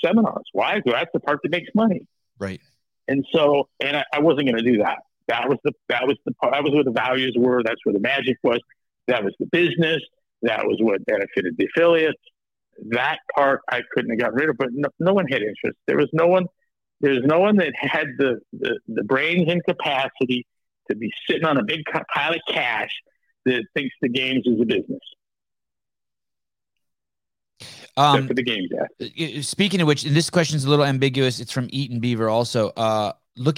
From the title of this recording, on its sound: Live Call